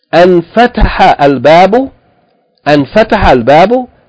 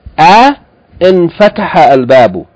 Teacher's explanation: Yani, when the interrogative hamza, hamzatul istifham, is prefixed to this bab, yani being immediately followed by hamzatul wasl, the hamzatul wasl is omitted in writing, and it is omitted in pronunciation. · Shown in: first take